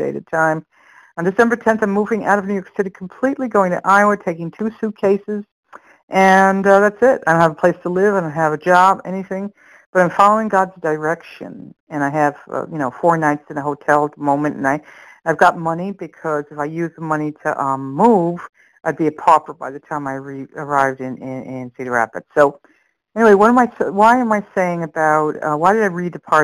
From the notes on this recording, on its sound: from the 100 Pounders Phone Meeting, 11/29/22